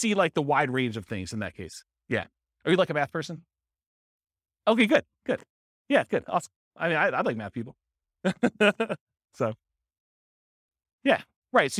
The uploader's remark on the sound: This was a live class recorded